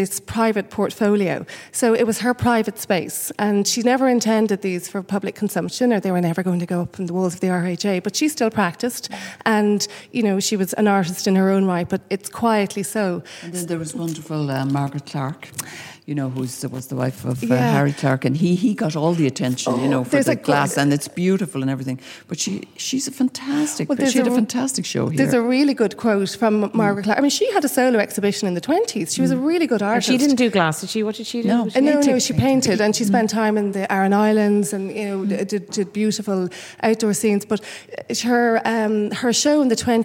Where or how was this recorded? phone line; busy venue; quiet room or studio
busy venue